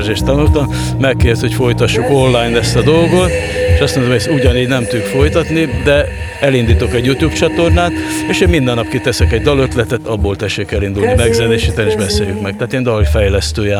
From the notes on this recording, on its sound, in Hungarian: A Beat rádió kitelepült a 2021-es Művészetek Völgye Összművészeti Fesztiválra. Sok-sok fesztiválozóval.